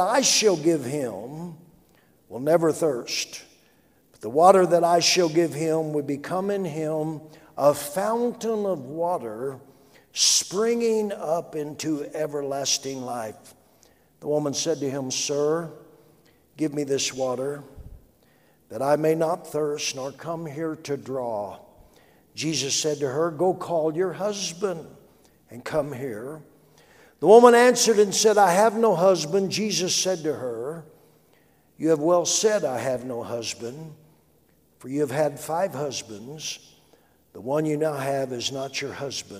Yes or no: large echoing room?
yes